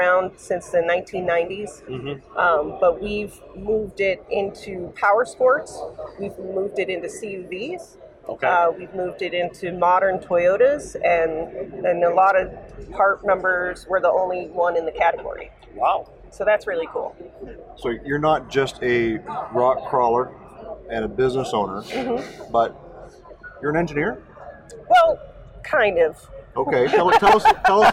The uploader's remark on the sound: LIVE From The Racing Junk Booth. LIVE from the SEMA floor. A HUGE THANKS to Racing Junk for hosting the Get Out N Drive Podcast in their booth!